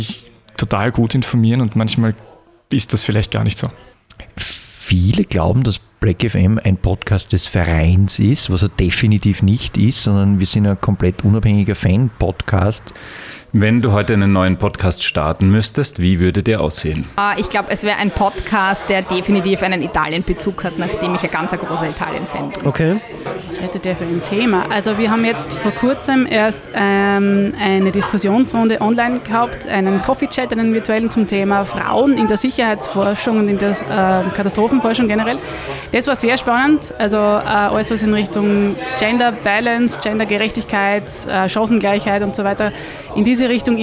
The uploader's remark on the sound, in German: Diese Folge ist ein Mitschnitt des Events Graz Podcast Get-Together.